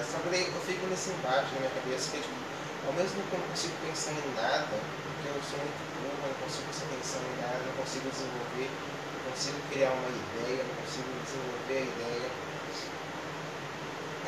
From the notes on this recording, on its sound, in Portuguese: Desculpa o áudio baixo.